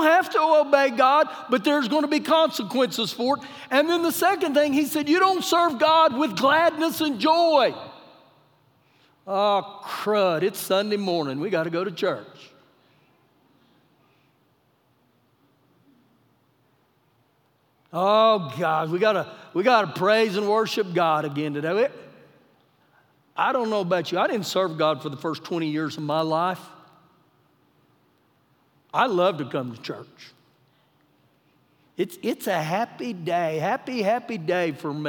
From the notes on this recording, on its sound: Recorded live during our Sunday morning service